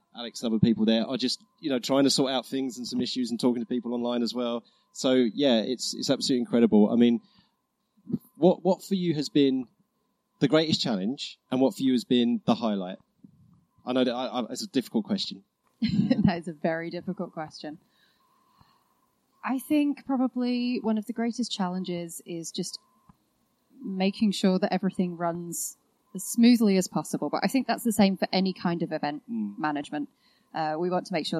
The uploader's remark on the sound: A special episode recorded on-location during the three-day Geographical Association National Conference at the University of Surrey, Guildford, UK. Takes their portable recording equipment and speaks to numerous conference delegates, speakers and exhibitors while all consuming numerous cups of tea and coffee.